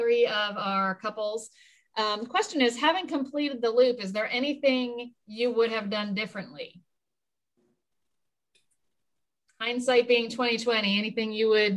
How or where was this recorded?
video call